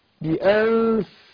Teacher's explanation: لما الفاء بطن الشفه السفلى يلمس اطراف الثنايا العليا واجي افك بطن الشفه من اطراف الثنايا اجيب الهمس بأنف مظبوط خدت بالك؟